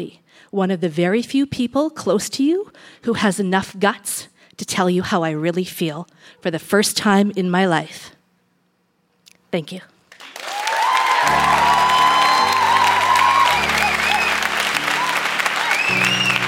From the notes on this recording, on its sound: Recorded live at the Park Theatre in Winnipeg, MB.